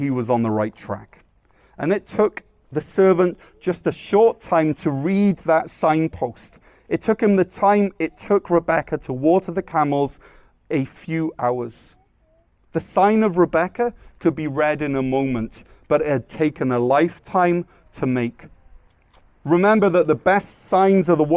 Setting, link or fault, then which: setting, large echoing room